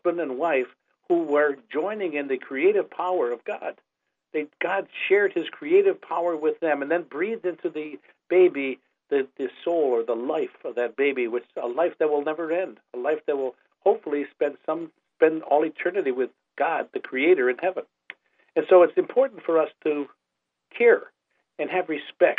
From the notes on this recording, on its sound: on this live call in program which aired 01-20-16